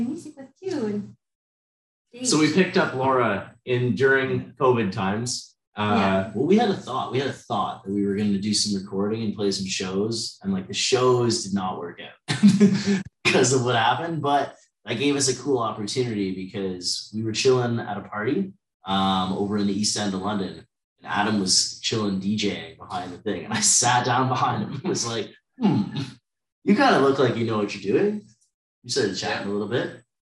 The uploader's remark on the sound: Share one camera on the Zoom link. Please note this podcast is the edited version that airs on the SCM radio show.